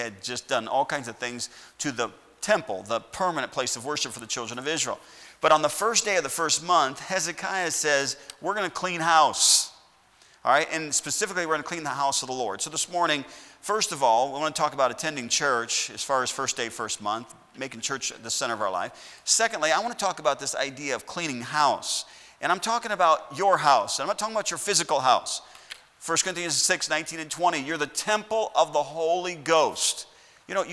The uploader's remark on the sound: at Heritage Baptist Church, Lawrence Kansas on Sunday SS, January 3rd, 2021.